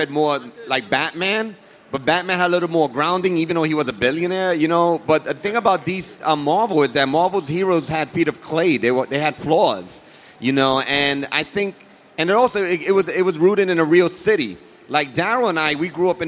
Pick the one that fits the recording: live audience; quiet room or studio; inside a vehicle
live audience